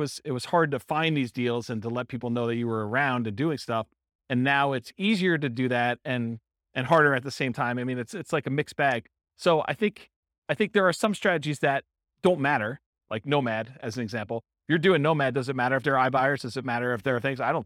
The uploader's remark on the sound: In Pasadena, California. This was a live class recorded to give investors a solid qualitative overview of all the different real estate investing strategies.